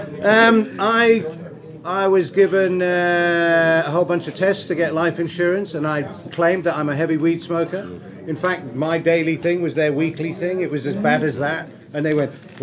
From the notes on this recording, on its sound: Tonight's show will be a live broadcast from the Bohemian Beach Bumz 420 friendly cafe and restaurant in Florida Rd, Durban. Join the live stream, or join us at the venue and be part the audience.